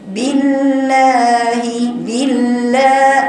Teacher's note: شوفي طلع ازاي مد ازاي حركتين، يبقى هقراه بالله بالله. شوف صوت المد قوي، طلع من حاجه اسمها مخرج الجوف